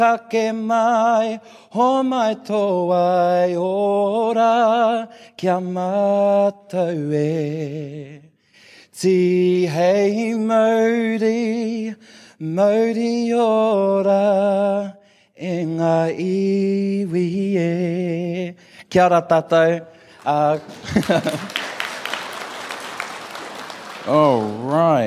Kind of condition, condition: setting, live audience